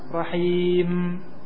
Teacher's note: Mim ada gunnah sama tawassut